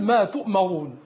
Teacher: ولاحظ ترقيق الميم ولا تتأثر بالراء المفخمة